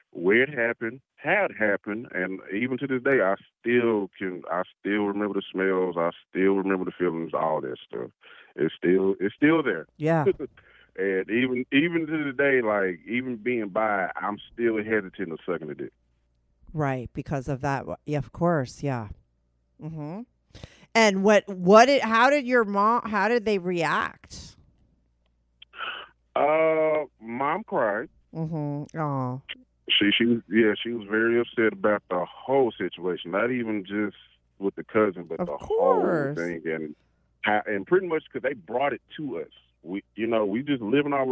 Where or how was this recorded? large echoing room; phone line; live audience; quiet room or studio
phone line